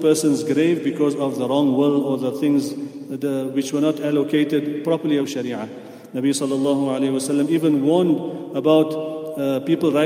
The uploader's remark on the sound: at the houghton Houghton masjid